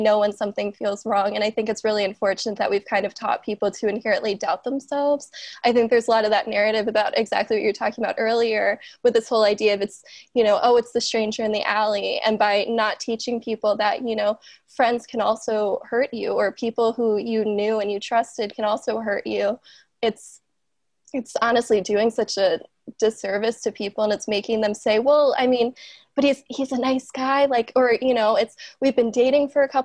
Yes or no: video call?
yes